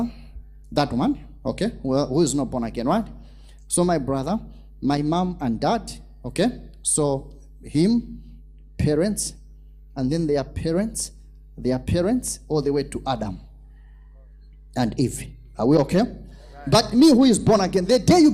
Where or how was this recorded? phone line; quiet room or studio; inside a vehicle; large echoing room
large echoing room